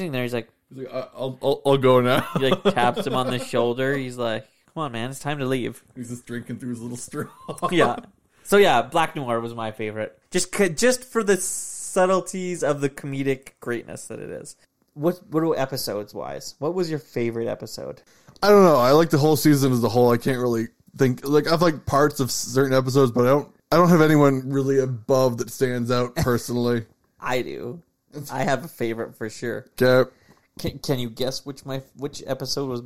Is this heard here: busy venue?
no